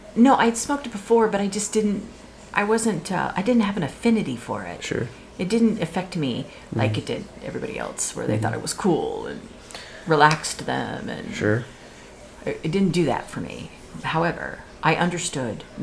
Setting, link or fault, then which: fault, background noise